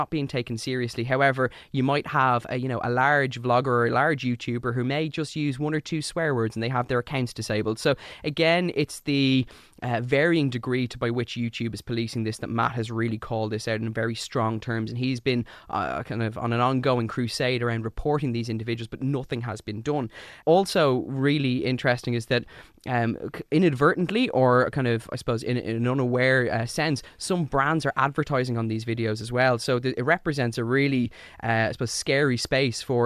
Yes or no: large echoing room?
no